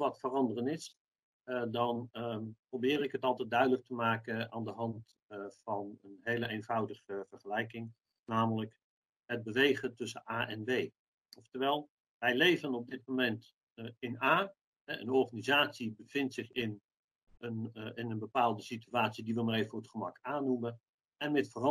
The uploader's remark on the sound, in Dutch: Deze podcast is online opgenomen.